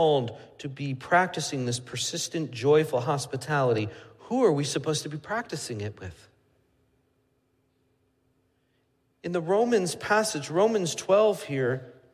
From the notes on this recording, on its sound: Midland Evangelical Free Church Sermon Audio